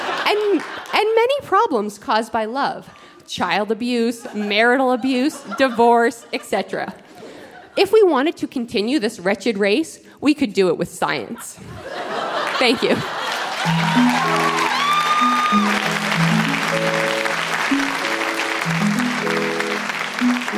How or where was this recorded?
live audience